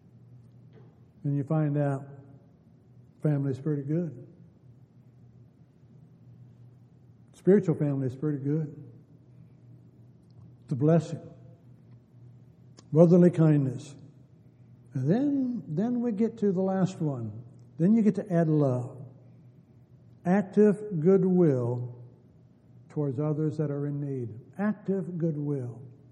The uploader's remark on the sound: Downtown Church Of Christ Audio Sermon